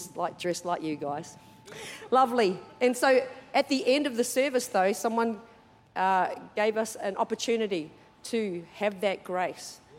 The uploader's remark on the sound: Recorded during our 9am service on Sunday, the 13th of August 2023.